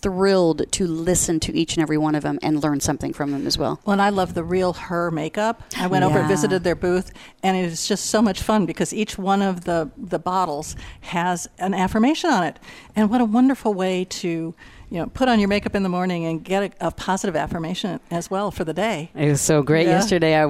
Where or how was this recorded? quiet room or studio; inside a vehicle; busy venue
busy venue